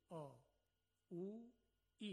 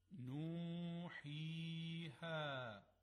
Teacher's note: هر 3 حرف از جوف یعنی فضای خالی داخل حلق و دهان تولید میشن. · Term: حروف مدی